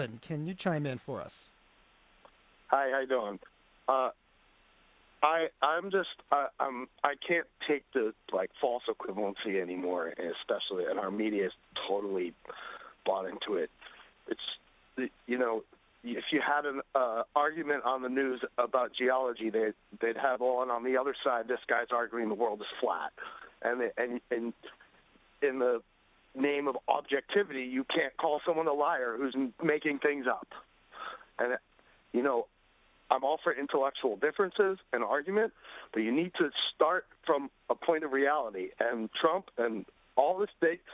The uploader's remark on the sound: we invite listeners from all over to call